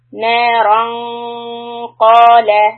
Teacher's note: So after نارن، this رن، we are going to hold it for two counts. It's called إخفاء and it is followed by the letter ق.